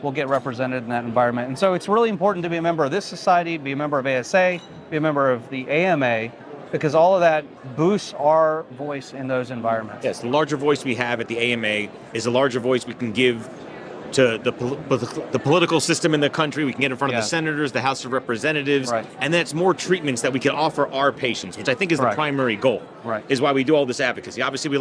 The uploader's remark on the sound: Live from ASRA-PM Fall 2023. Live from the Exhibit Hall.